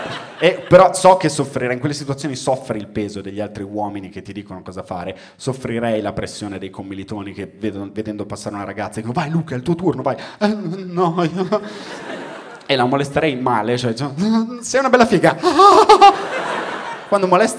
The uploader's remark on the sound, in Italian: Registrato a Firenze al Teatro Puccini